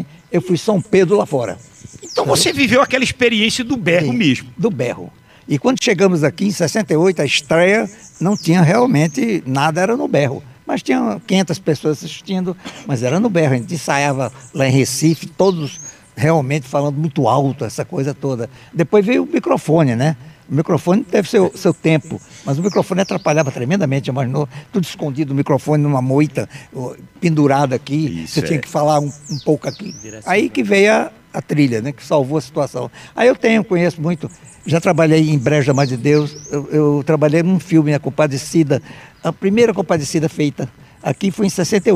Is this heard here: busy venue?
yes